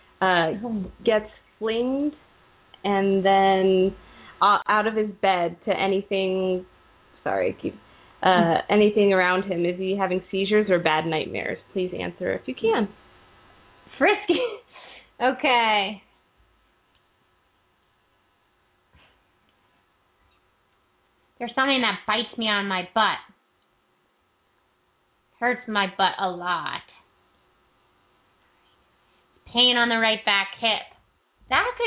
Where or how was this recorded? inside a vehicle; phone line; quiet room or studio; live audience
phone line